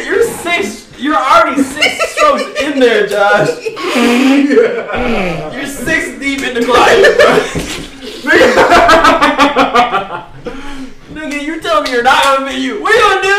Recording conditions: poor sound quality